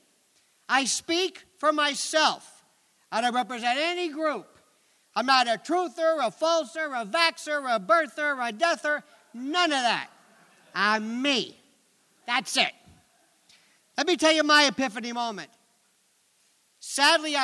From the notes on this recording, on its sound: Three presentations from the Justice In Focus 9/11 Conference at Cooper Union in New York City.